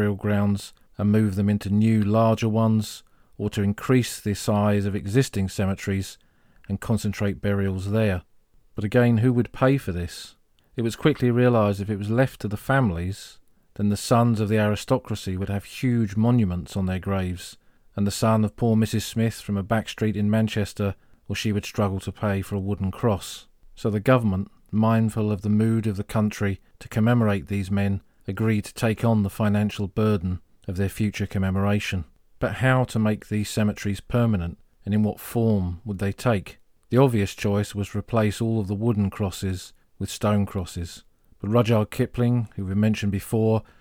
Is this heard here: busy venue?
no